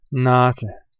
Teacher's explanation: Nach N wird grundsätzlich der nachfolgende Vokal nasaliert.